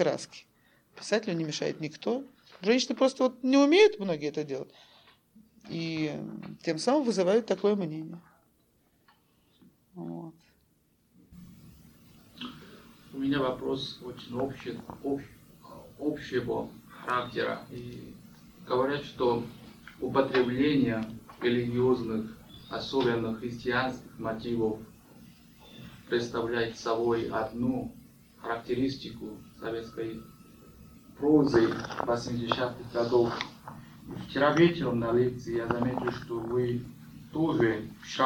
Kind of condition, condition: setting, large echoing room